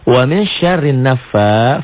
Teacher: fanya mad asli, dibaca panjang satu alif. Ini baris berdiri.